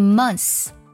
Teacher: 很多老外呢把这个单词当中的 th 就直接省掉了，读作 month。对了，就直接呢不读这个咬舌音了，就是 month 加 s 的音，month。也有不少老外呢读作 months，给 month 后面呢直接加一个词，就特别像我们中文当中一次两次的那个音，读作 months。这两种发音都是非常常见的，因为这两种发音呢都是相对而言比较